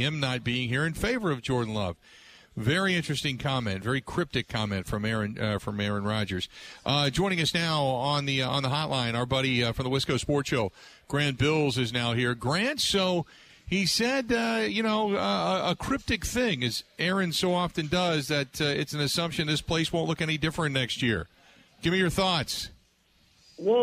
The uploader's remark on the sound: live at Kelly's Bleachers